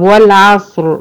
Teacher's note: راء ساكنة نتيجة الوقف، قبلها صاد ساكنة، قبلها عين مفتوحة، هتفخم برضو عند الوقف عليها